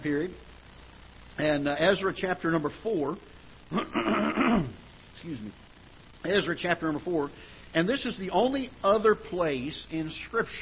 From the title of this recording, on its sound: Ketha Heights Baptist Church ~ Live Broadcast